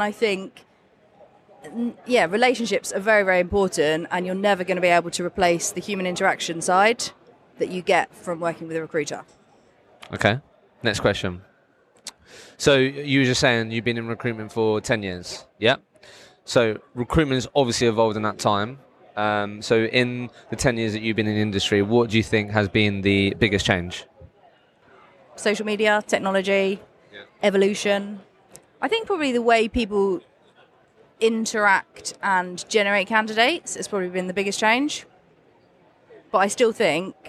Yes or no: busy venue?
yes